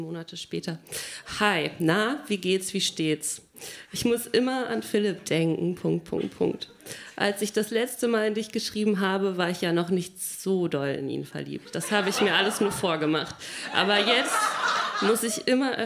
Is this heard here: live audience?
yes